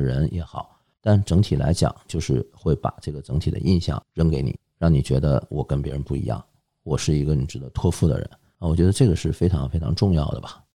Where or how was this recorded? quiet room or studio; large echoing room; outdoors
quiet room or studio